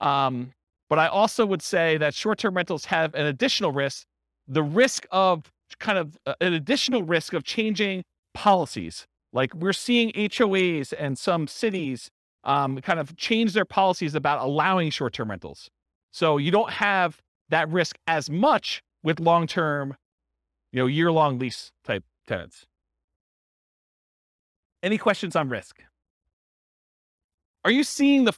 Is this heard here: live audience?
yes